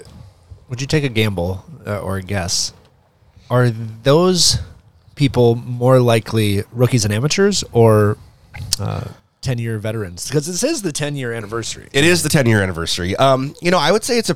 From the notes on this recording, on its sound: Live at Lakes Jam.